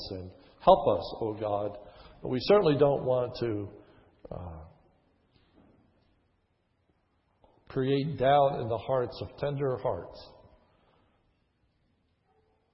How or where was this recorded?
large echoing room